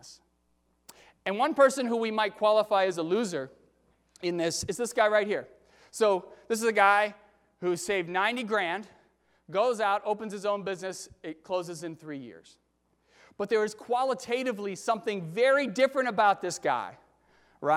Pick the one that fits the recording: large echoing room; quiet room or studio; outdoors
large echoing room